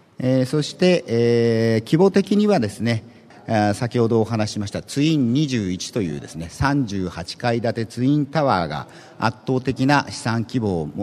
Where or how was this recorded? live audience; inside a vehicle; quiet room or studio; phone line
live audience